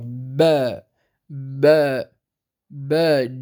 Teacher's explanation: أن يحبس كلا من الصوت والنفس، الصوت والنفس، فينطق بالباء شديدة مجهورة